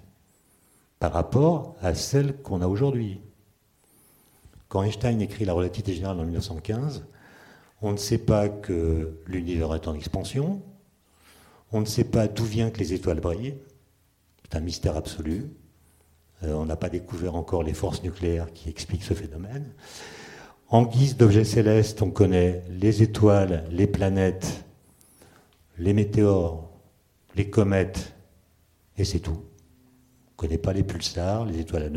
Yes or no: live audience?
yes